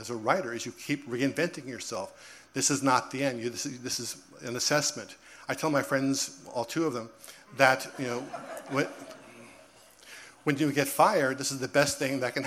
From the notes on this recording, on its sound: Previously recorded storytelling performances from our live Seriously Entertaining shows at Joe's Pub at The Public Theater in New York City as well as new audio segments from our outreach programs, including our bookmobile outings and work with high school students.